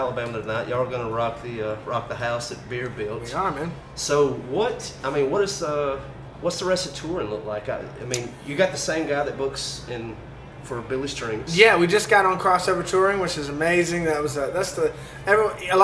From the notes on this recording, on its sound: The episode was recorded at the famous Druid City Brewing Company in Tuscaloosa, AL.